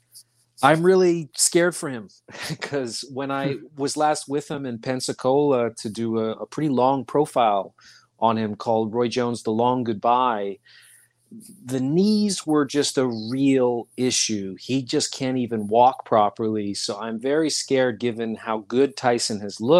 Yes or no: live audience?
no